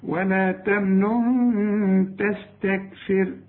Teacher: ولا تمنن تستكثر، هنا في نون، اثنين نون، نون مضمومة والنون التانية بدون تشكيل. النون التانية هنخفي بقى ونغن علشان التاء من حروف الإخفاء